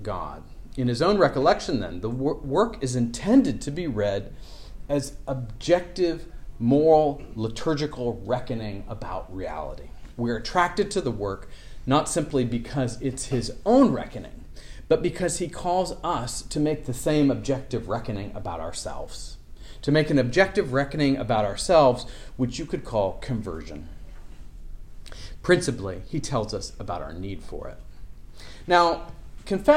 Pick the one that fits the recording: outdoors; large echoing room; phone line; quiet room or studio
large echoing room